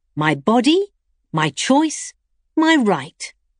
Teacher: A tricolon is easy to remember, and because of the intonation pattern that occurs in a 3-part phrase, at least in English, there is also an important sense of completeness to it. While intonation tends to rise in the first two elements of the phrase, it then falls in the third.